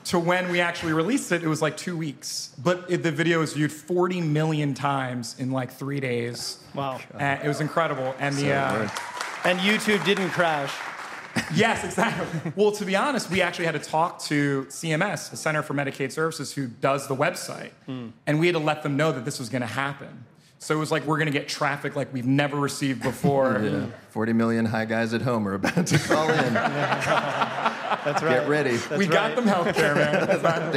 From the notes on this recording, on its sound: taped in front of a D.C.-area crowd!